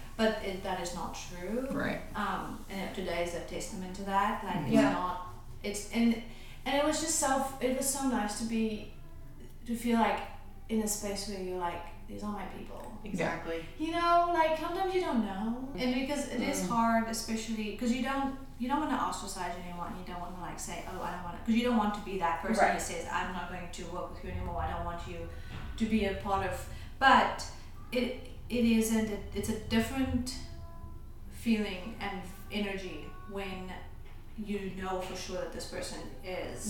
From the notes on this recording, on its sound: Live from Affirming Hendersonville. This episode was recorded on location at the Affirming Hendersonville event hosted by The Collab with support from Earth First Plant Co and Willow Tree Therapy.